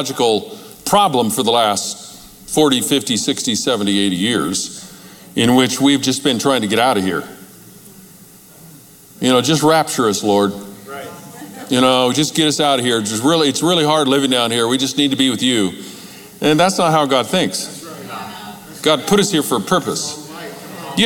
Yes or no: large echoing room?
yes